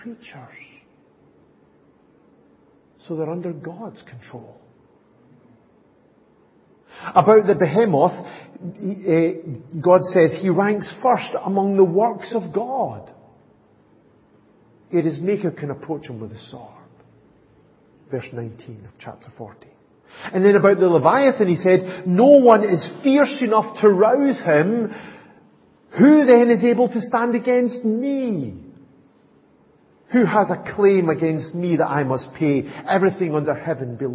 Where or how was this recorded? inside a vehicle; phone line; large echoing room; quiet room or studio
large echoing room